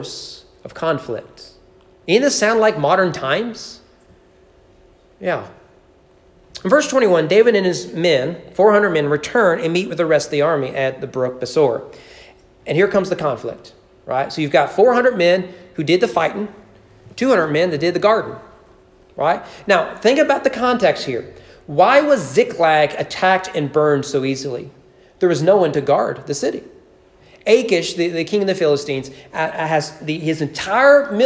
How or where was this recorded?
large echoing room